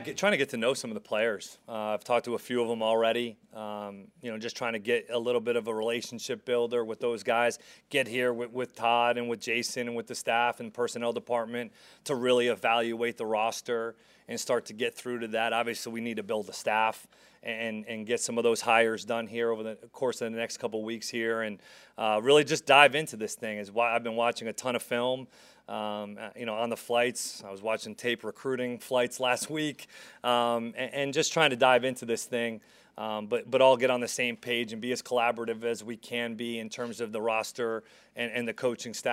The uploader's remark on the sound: Press Conference